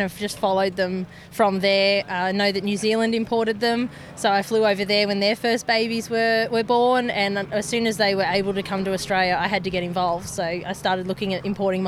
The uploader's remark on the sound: This special A Friend of Mine episode is a live roving interview from the 2023 Henty Field Days.. I get out amongst the 3500 businesses across 1200 sites and 14km of shopfront on 105ha - the biggest exhibition space in the country. At times you will hear the sounds of our surroundings whether it's some of the 60,000 people in attendance, nature, machinery or a PA system.